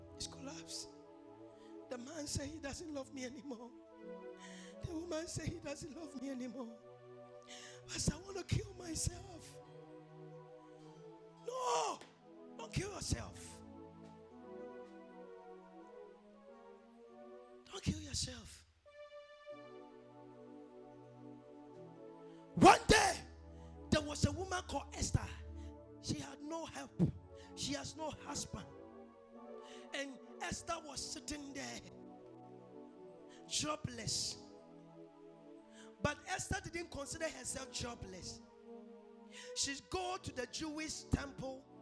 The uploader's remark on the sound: This is a Sunday service Recorded live from the VOG premise at Blue Lagoon, Sakaman.